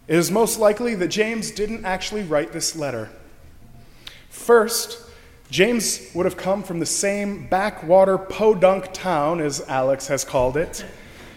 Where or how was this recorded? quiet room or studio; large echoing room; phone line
large echoing room